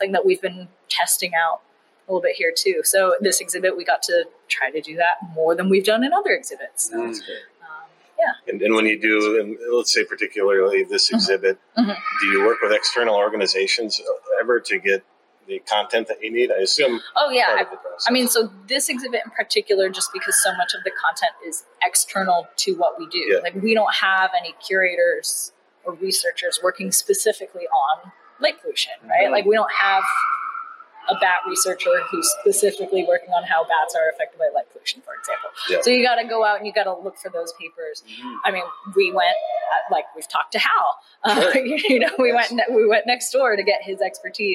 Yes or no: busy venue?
yes